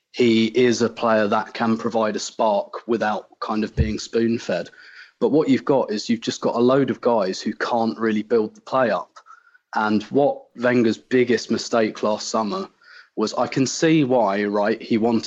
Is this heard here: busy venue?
no